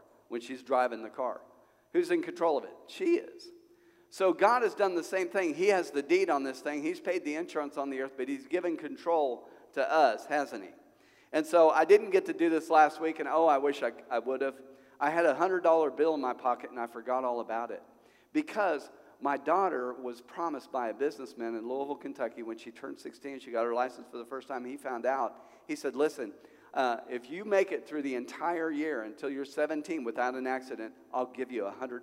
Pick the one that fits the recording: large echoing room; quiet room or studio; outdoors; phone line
large echoing room